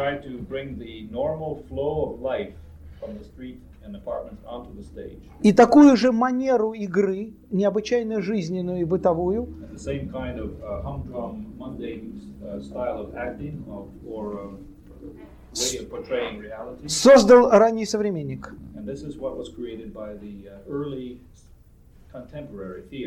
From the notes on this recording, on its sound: delivered at the University of Kansas on April 2, 1987 as part of the Russian Writers in Residence program.